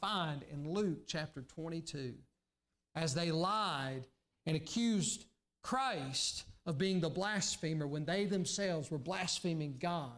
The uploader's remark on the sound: during the Sunday morning service on April 4, 2023, at Southside Baptist Church in Mount Airy, NC.